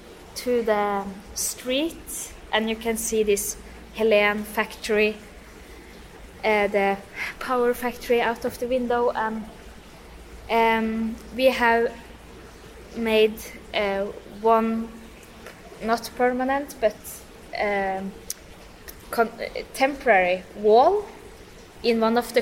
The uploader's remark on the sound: in the Kuva/Tila gallery of the Fine Arts Academy of Helsinki